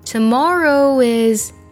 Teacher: Tomorrow is 做连读，中间加半元音窝